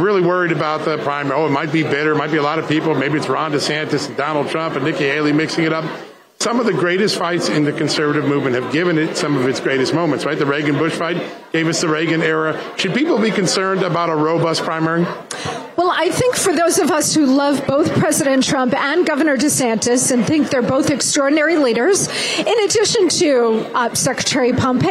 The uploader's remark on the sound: live from CPAC!